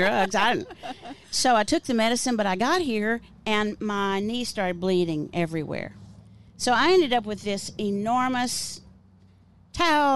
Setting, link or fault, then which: setting, outdoors